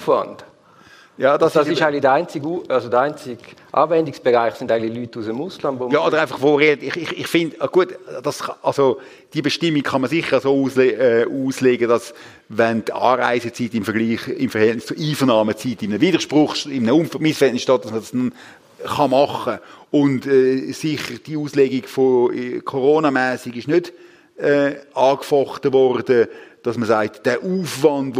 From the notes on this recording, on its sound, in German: Im Live-Podcast im Dolder Grand in Zürich